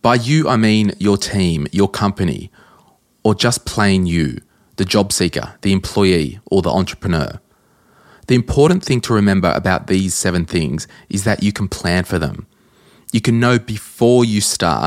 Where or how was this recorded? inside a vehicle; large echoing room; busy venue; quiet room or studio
quiet room or studio